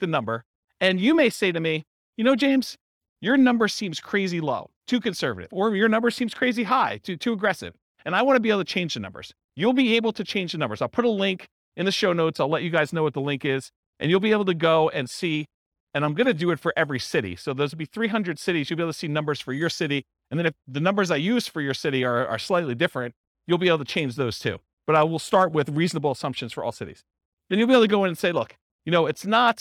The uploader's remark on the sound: This was a live class recorded